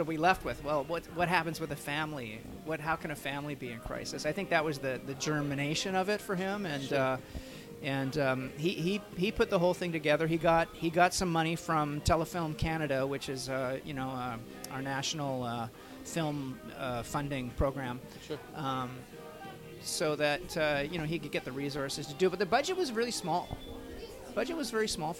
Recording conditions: busy venue